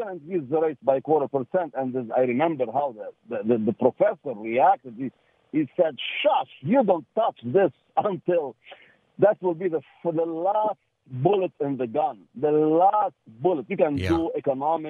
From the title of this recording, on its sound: Open Phone Friday